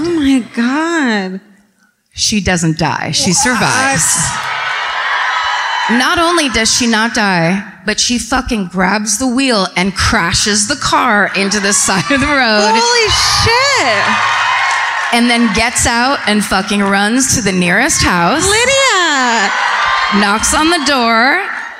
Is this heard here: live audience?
yes